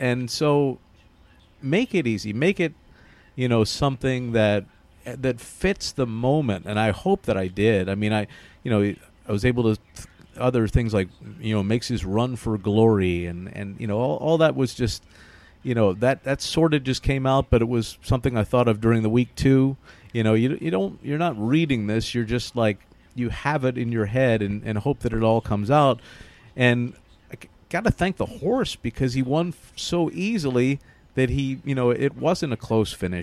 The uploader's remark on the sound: live from Belmont Park